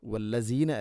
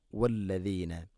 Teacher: നാവിൻ്റെ അറ്റം മുൻപല്ലുകളുടെ ഇരുനരകൾക്കിടയിലൂടെ അല്പം പുറത്തോട്ട് വരണം · Shown in: second take · Term: ദാല്